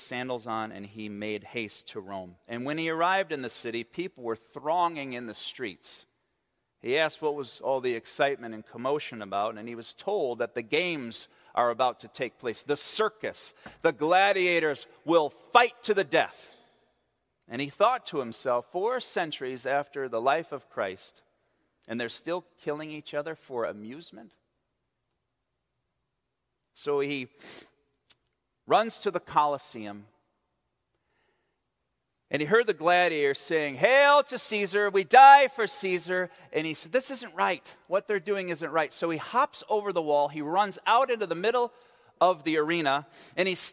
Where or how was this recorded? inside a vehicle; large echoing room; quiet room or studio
large echoing room